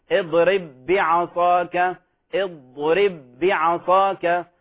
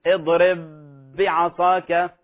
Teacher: كذلك اضرب بعصاك، اضرب بعصاك، فلا نقول اضرب بعصاك مع أن عليها شدة، فالحرف يشدد ولكن انتبهوا لا يغن · Shown in: first take · Term: بغير غنة